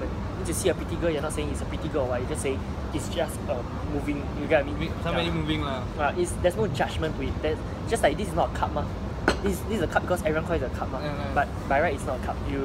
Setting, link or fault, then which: fault, background noise